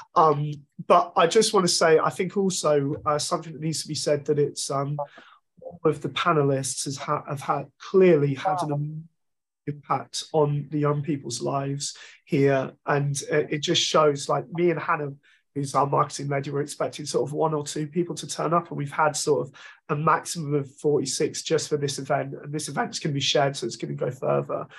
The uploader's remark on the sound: Our People Event. Join us once again for a captivating live episode, recorded on Zoom and exclusively available on this Podcast. This live episode was recorded on Zoom, allowing for an immersive and interactive experience.